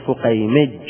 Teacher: الجيم تبدل من الياء المشددة في الوقف في نحو فقيمج، أصلها فقيمي، من بني فقيم فهو فقيمي، هذه ياء مشددة.